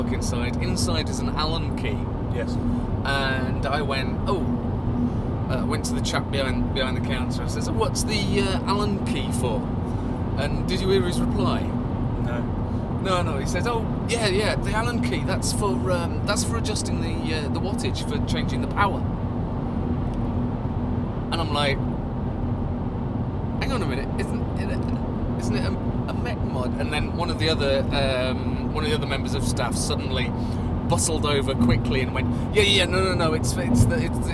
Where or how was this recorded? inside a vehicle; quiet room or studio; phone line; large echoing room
inside a vehicle